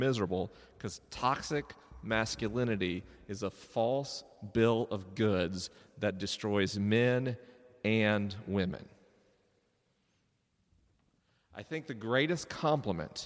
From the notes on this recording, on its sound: LIVE in Edinburgh, Scotland. This episode was recorded live at Greyfriar's Kirk in Edinburgh, Scotland.